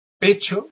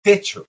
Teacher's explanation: yo junto los dos labios para pronunciar la P. En cambio, para pronunciar la T, llevo la lengua justo a la zona de los dientes.